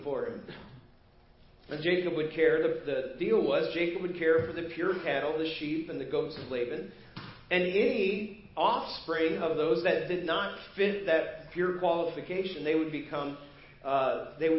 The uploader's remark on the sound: Preached at First Baptist Church of Hazel Park.